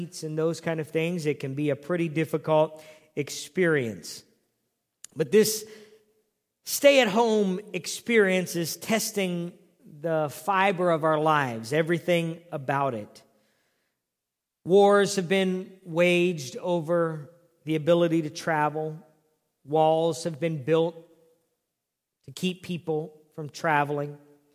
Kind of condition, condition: setting, large echoing room